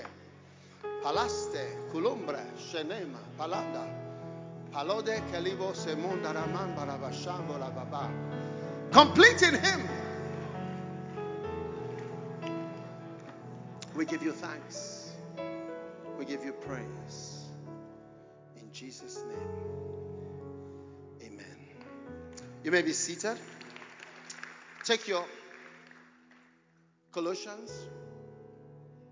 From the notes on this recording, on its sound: Preached at The Anagkazo Alumni Homecoming 2023. Anagkazo Campus, Mampong.